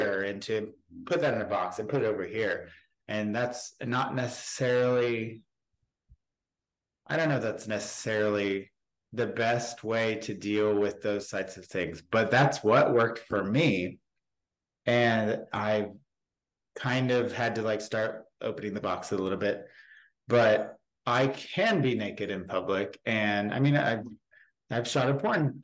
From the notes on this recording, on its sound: Zoom